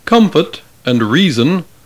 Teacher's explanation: we clearly hear that the accent is on the first syllable · Term: stress accents